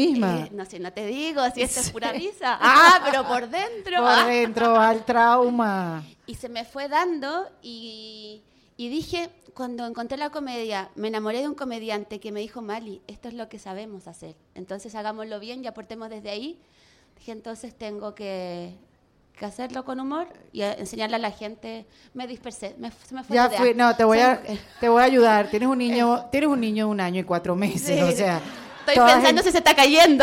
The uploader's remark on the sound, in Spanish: Que lo íbamos a grabar en Chile con mas de 300 personas en vivo.